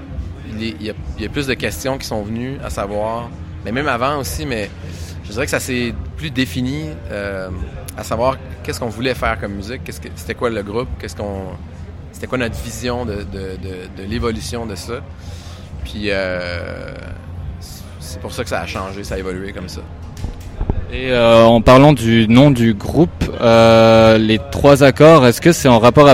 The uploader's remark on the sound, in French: depuis le Paléo Festival